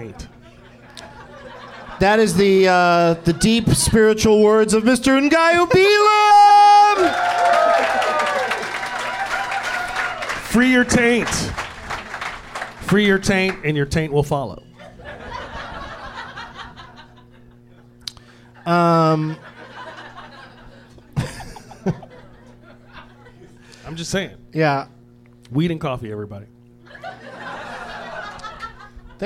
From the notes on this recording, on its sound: Live at the American Comedy Co. In San Diego.